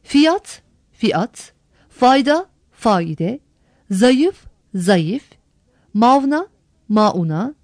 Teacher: Türkçe kökenli kelimelerde iki ünlü yan yana bulunmadığından bazı alıntı kelimelerde ünlüler arasında Y, V sesleri türemiştir · Term: Ünsüz türemesi